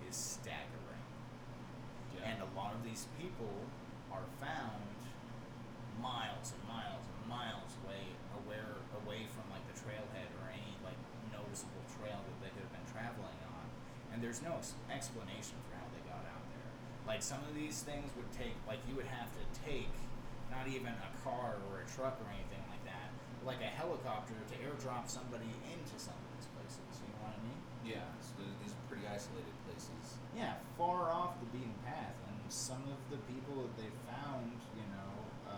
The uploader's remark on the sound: The audio quality in this episode is not improved as stated in the podcast, next week's recording will contain highly improved audio with the correct set up of our new Mic! Poor editing.